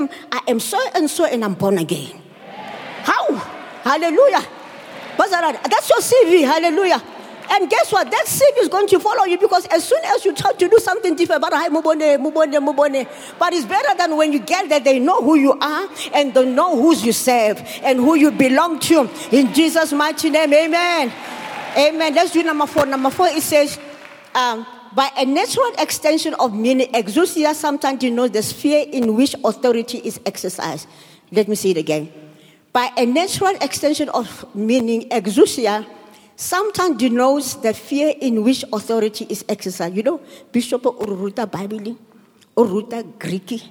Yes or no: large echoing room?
yes